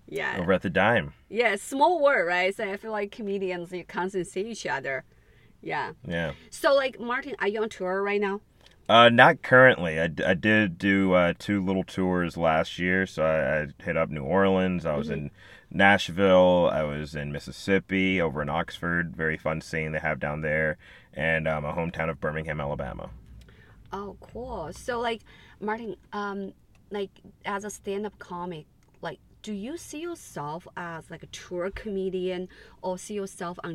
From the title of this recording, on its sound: In The Car